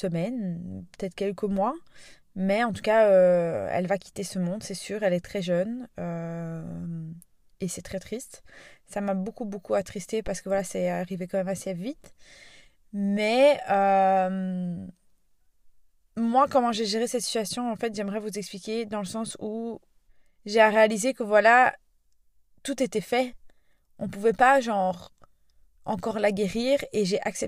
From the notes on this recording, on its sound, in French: J'ai donc sorti mon micro portable et enregistré cet épisode dans ma voiture